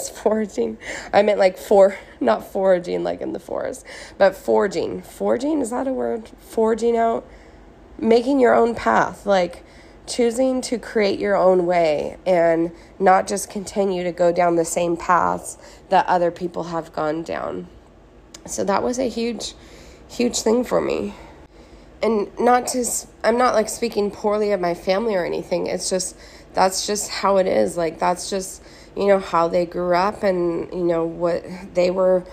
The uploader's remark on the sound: I recorded the main part of this from my phone while I was on vacation in Thailand. I recorded it from my hotel room at a beautiful beach resort while looking at a gorgeous pool with lots of plants and a backdrop of cliffs.